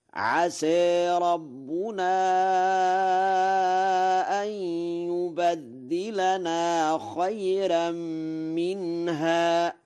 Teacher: أن يبدلنا بفتح الياء وتشديد الدال متعديا بالتضعيف، والتشديد والتخفيف لغتان، وله الفتح والتقليل في عسى وترقيق الراء في خيرا